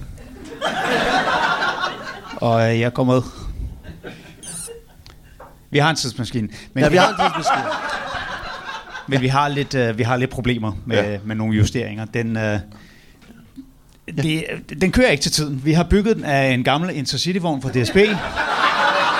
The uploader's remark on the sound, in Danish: LIVE fra Kolding